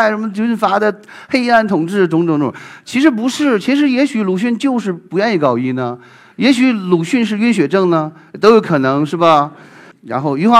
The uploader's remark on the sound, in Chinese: 一席现场